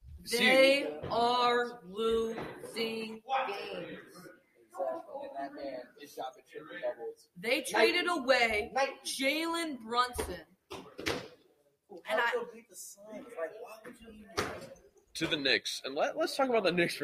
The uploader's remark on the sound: also includes some background noise